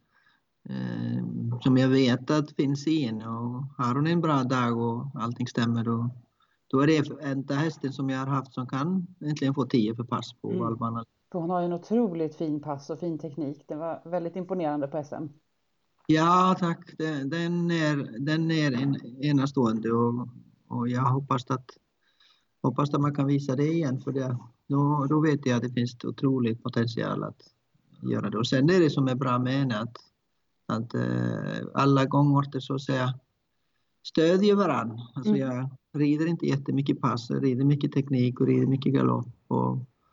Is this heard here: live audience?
no